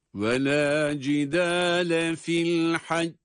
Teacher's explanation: Fil hacci kelimesinde dururken son harfin kalkale harfi olan cim olması sebebiyle sesimizi mahreçten kuvvetli bir ses çıkaracak şekilde ayarlıyor ve öyle duruyoruz cezimli olarak.